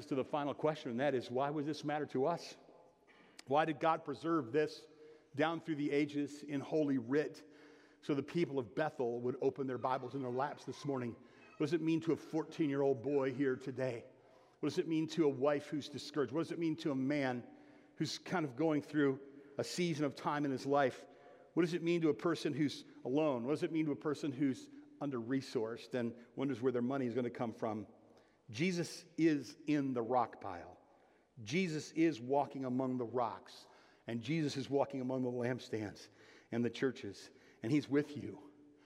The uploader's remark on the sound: (Sermon) Audio. Bethel Church–Jackson.